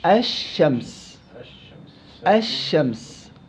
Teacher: اللام عند إدغامها في الشين إدغام كامل تذهب ذات اللام، ذات اللام أصبحت شين